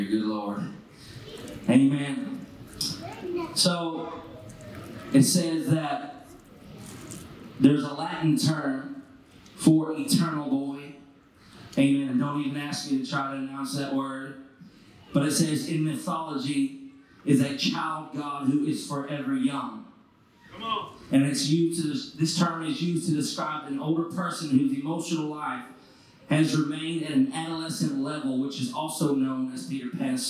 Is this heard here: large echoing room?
yes